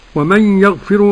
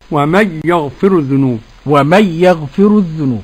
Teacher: عدم الغنة لخلف عن حمزة